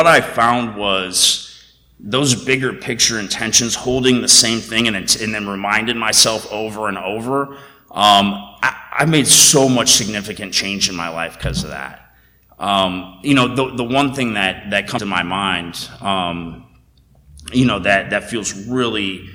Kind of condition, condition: setting, large echoing room